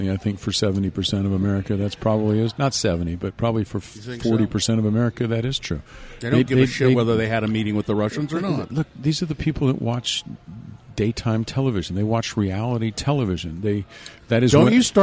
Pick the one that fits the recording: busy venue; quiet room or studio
busy venue